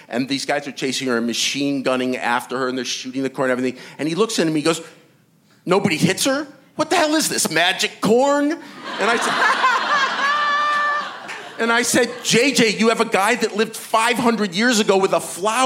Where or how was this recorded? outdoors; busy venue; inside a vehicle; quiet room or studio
busy venue